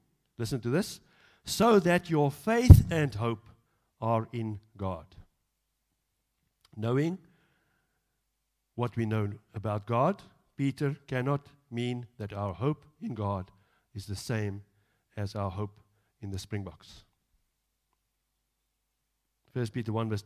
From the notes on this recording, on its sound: Evening Worship Service - 10 July 2022